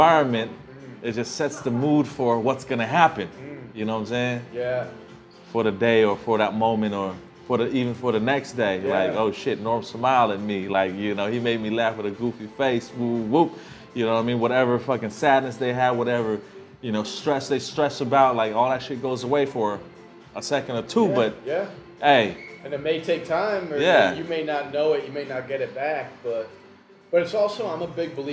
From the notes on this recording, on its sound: We reunite in Phnom Penh, sitting down in a corner of a bar tucked away in an alley to talk about his story, live from the Kingdom of Cambodia.